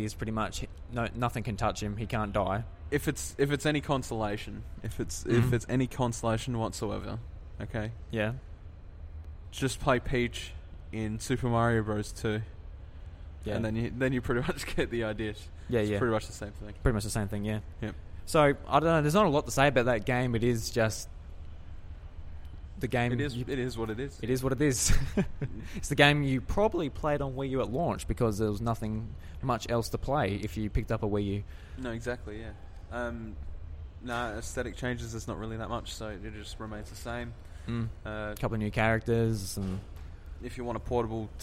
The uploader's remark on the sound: live from PAX sitting uncomfortably in a quiet corner in the foyer